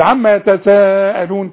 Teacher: تمد المد ده اسمه مد واجب